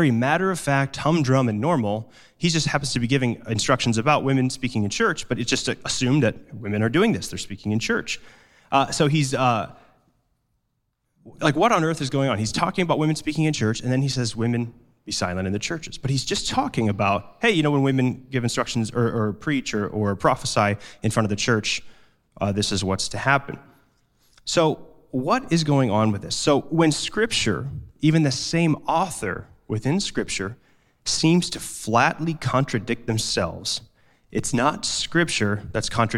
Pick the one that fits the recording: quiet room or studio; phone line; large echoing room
large echoing room